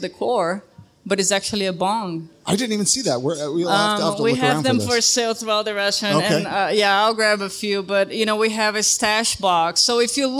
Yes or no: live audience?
yes